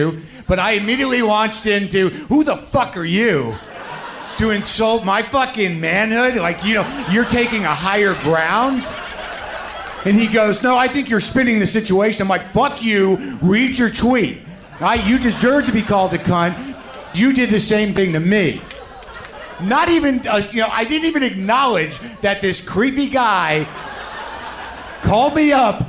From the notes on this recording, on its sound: Live From SF Sketchfest. It's a live WTF from Sketchfest in San Francisco!